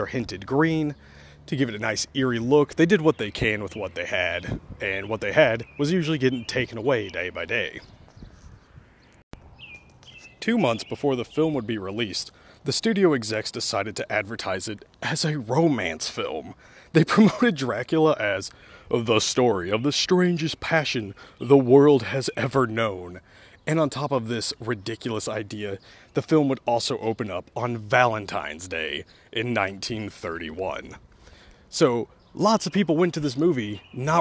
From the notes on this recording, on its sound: while walking down the road